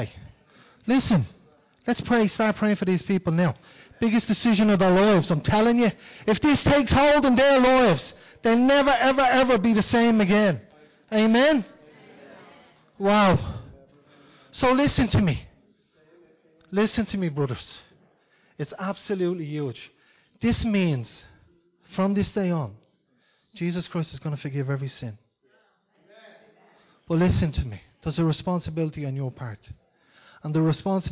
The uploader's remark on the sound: Recorded live in Liberty Church